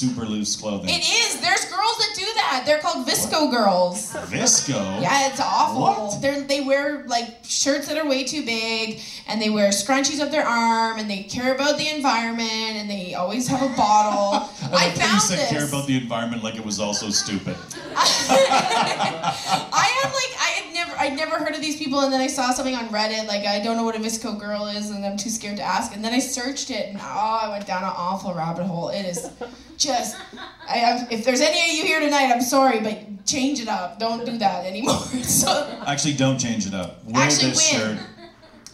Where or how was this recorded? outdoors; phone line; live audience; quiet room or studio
live audience